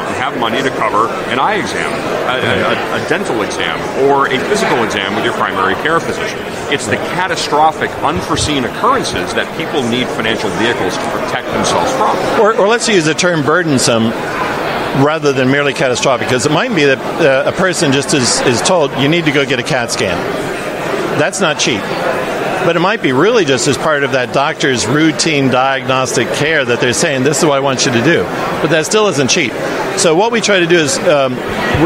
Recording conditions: busy venue